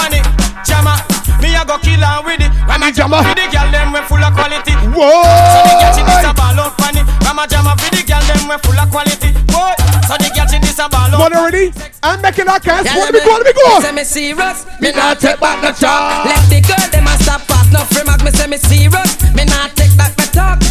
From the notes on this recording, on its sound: Live audio from my Birthday Cruise 'Jamboree' 2023